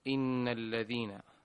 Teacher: والحكم التجويدي في إن، نون مشددة حكمها الغنة